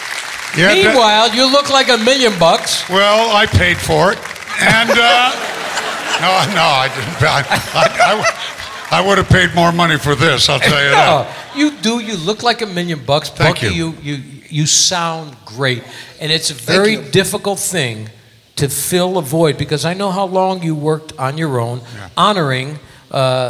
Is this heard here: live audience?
yes